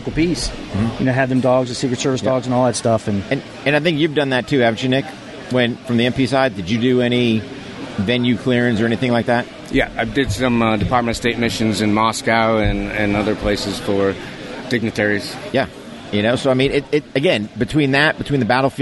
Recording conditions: busy venue